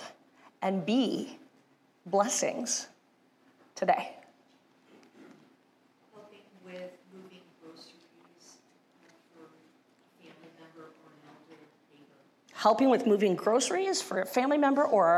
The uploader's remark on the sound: Resurrection Lutheran Church - Sunday Service. Juneau Live!